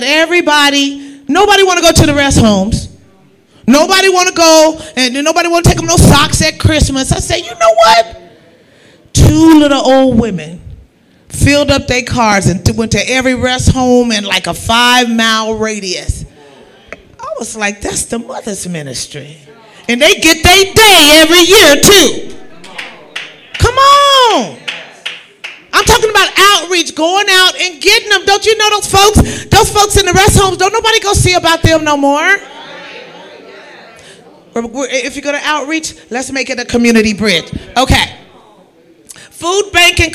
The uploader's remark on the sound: live-recording